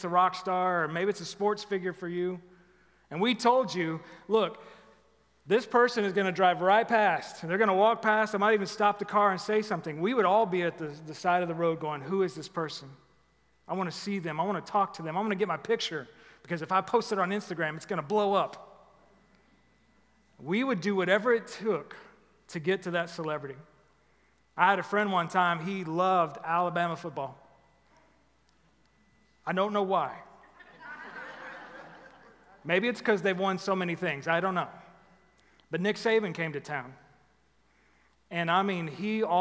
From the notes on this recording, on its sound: Recorded live at The Fellowship at Two Rivers on August 29, 2021.